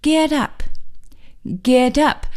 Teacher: 了啊，是一个动词，g et，get。那么 up 有这个向上的意思，getup。大家可能注意到了，我刚才念的呀，不是 getup。而是呢，把 get 和 up 连起来了，好像变成一个词似的了 · Term: 连读